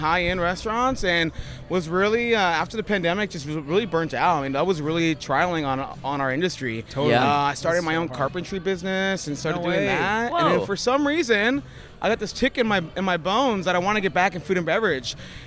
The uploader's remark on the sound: Margaritaville Hotel: San Diego. Recorded live by the 5 o'Clock Somewhere Bar, the boys are joined by countless characters from the property in a fun-filled afternoon.